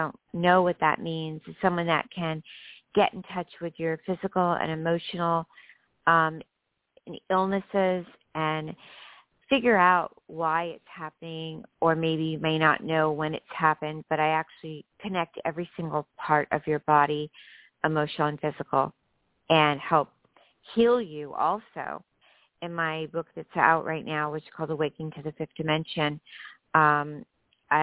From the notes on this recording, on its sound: live readings to listeners who call